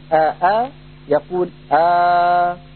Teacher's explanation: الهمزة الأولى تبقى على حالها والثانية يكون مكانها ألف. وحينئذ ننظر، فإن كان بعد هذه الألف حرف ساكن ينشأ مد لازم كلمي مخفف، ونحن نعلم من علم التجويد أن المد اللازم بكل أقسامه يمد بمقدار 6 حركات، فحينئذ لا بد من هذا المد. · Term: يبدلها ألفا